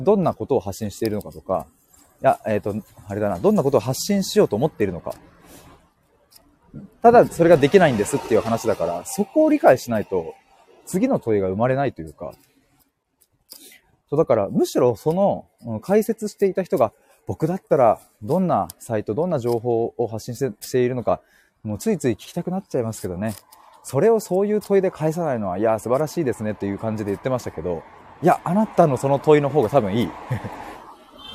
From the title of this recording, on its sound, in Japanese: 歩きながら話します